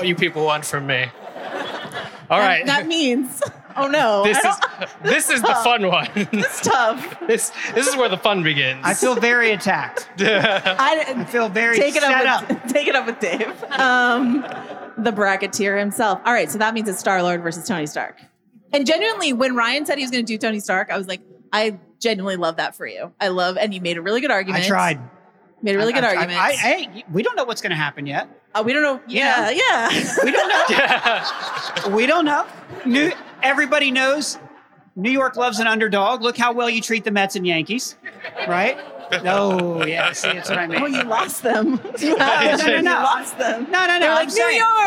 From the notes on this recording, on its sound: live from City Winery Grand Central!